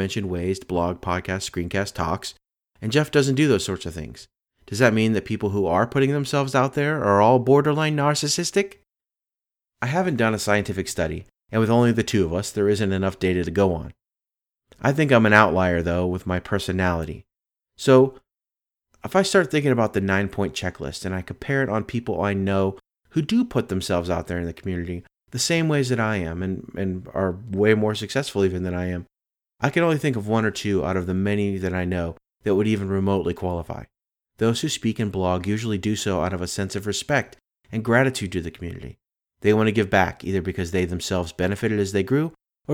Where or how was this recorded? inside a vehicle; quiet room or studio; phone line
quiet room or studio